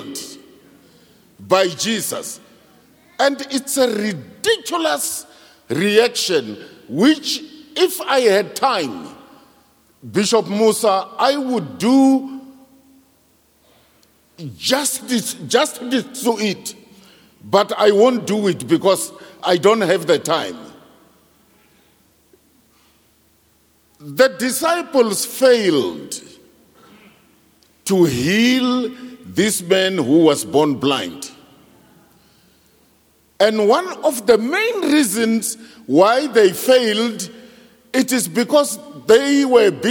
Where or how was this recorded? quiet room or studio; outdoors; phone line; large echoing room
large echoing room